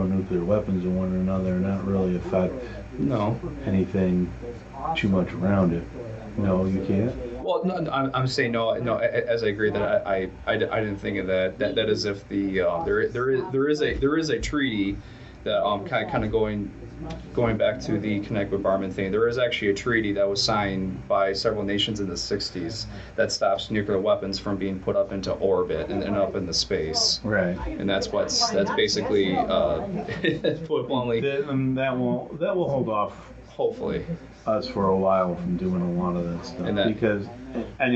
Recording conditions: background noise